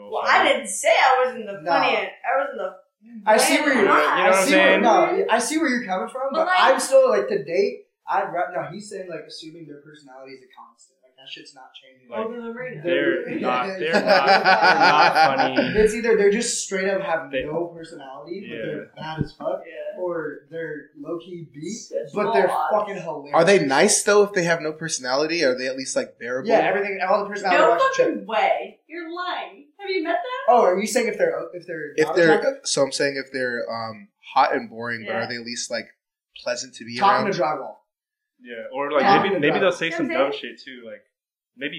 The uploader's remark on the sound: We're sorry the audio is not museum quality, but this week we actually realized that we had been recording all wrong this whole time. Stop speaking so far from the mic.